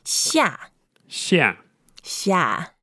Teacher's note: 下, fourth tone, we make it really, really strong to say